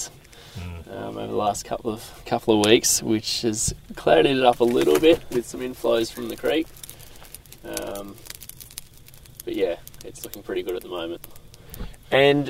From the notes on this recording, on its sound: Chat Around the Campfire: Our Camping Drift Down the Murrumbidgee River. This adventure was too special not to record a podcast on location. On night two of our three-day drift, we sat down to record an episode for the podcast.